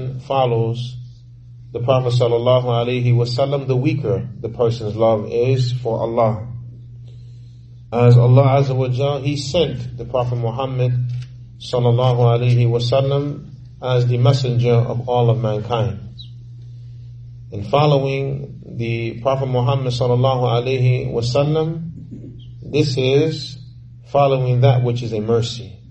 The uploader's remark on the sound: Lecture given at Masjid Nur Allah, Queens, NY